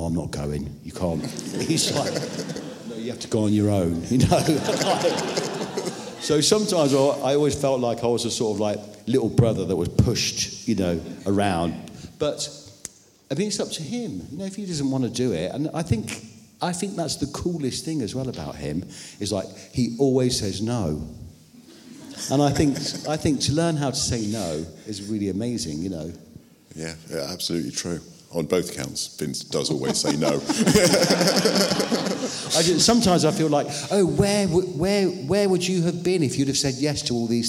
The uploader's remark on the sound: They were talking in front of an audience